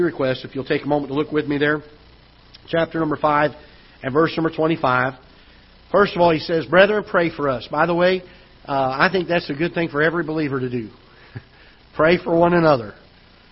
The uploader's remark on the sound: Ketha Heights Baptist Church ~ Live Broadcast